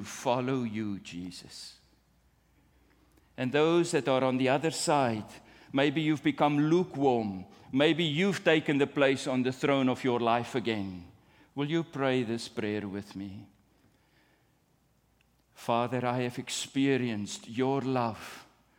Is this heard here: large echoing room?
yes